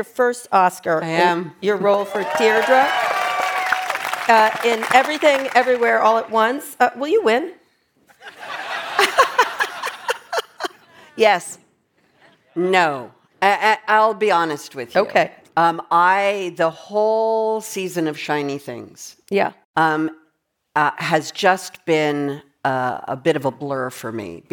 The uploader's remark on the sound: Taped in front of a live audience at the Upfront Summit.